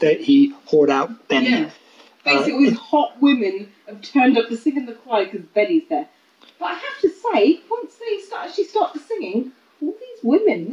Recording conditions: phone or laptop microphone